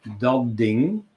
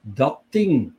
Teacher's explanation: Whereas in the Flemish dialects, you get the opposite combination, dat ding. So the dat retains its unvoiced characteristic, and the second word adapts, becomes unvoiced, whereas the consonant is originally voiced. · Shown in: second take